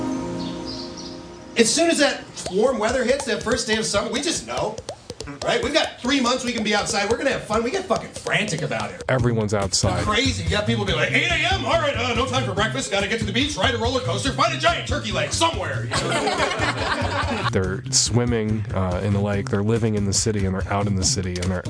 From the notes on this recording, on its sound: The comedy in this episode was recorded at live venues all around the country.